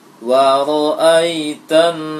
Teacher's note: ketika membaca harakat fathah dari na tidak boleh hidung lagi